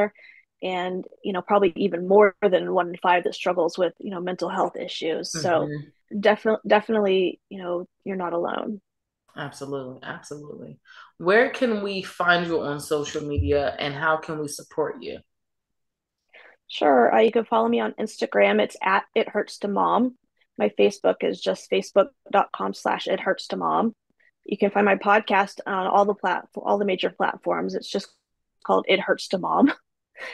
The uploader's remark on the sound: Men's Monthly Zoom Call